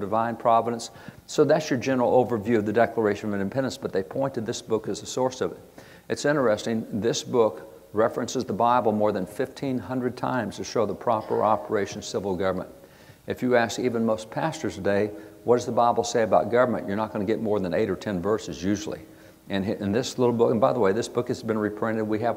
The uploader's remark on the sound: At the 2022 Convention of States Reclaiming Liberty Summit